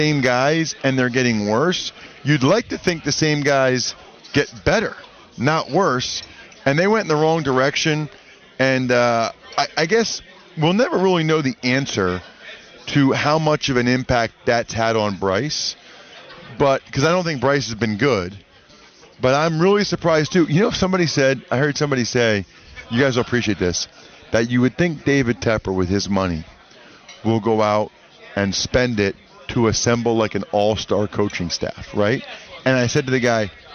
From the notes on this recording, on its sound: joins the show at Radio Row from the Army/Navy Game